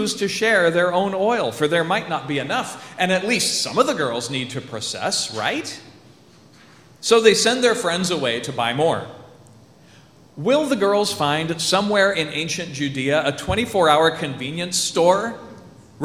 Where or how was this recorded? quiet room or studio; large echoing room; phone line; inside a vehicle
large echoing room